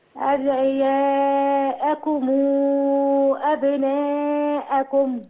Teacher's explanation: أدعياءكم 6 حركات، نسيت صلة الميم لورش